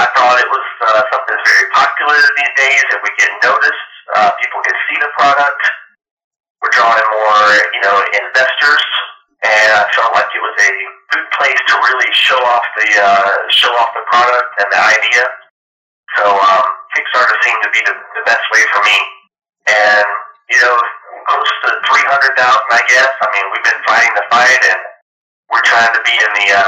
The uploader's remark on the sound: Note: The audio quality of this episode was compromised by a poor recording device. We were working with translators and recording over the phone, which affected the quality.